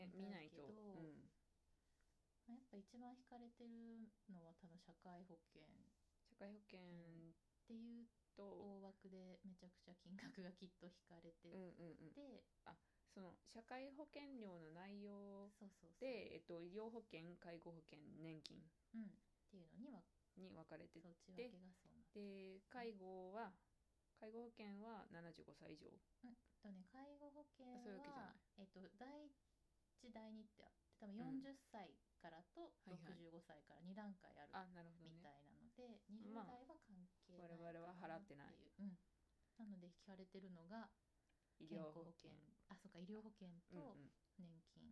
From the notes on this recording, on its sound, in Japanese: 音声が小さく BGM が大きくなってしまいました